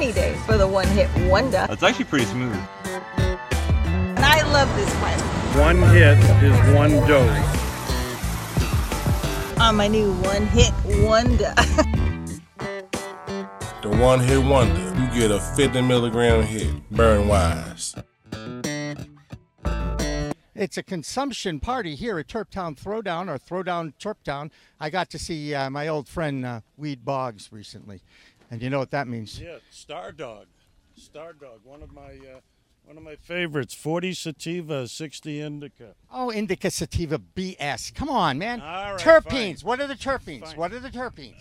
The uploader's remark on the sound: In The Weeds on location at the Terptown Throwdown in Spencer MA